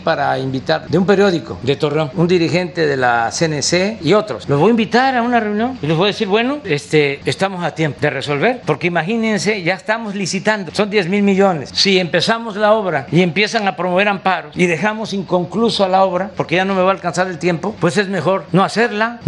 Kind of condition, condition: setting, busy venue